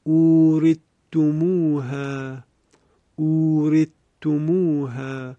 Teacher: وقتی ادغام صورت میگیره به این شکل تلاوت میشه اورثتموها، اورثتموها، یعنی حرف ثا کاملا از بین رفت و حرف تا مشدد شد